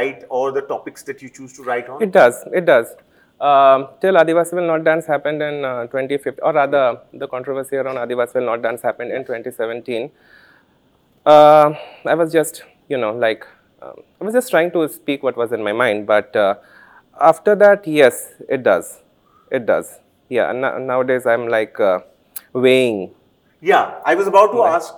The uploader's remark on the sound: This episode was recorded in march at the Jaipur Literature Festival